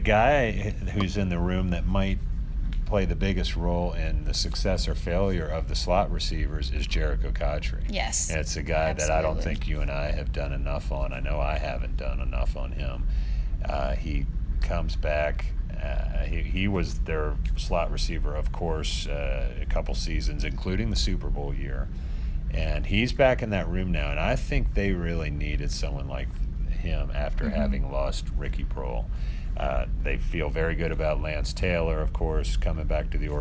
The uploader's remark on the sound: Live from Carolina Panthers' minicamp